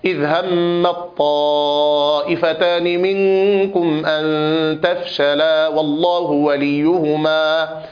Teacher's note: والتاء أيضا إذا جاءت ساكنة وبعدها طاء تدغم فيها